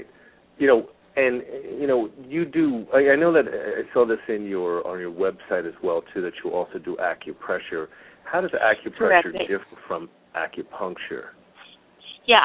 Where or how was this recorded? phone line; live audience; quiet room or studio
phone line